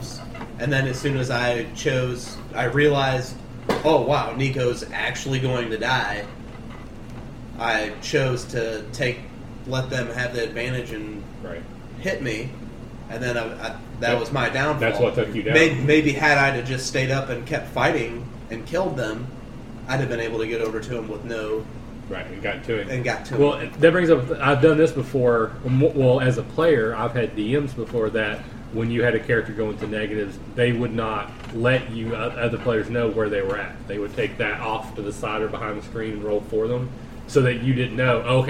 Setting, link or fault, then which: fault, background noise